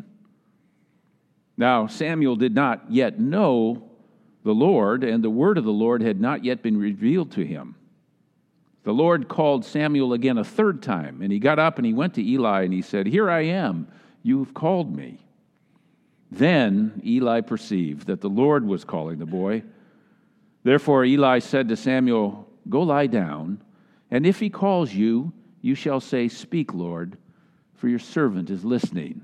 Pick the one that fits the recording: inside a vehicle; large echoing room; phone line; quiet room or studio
large echoing room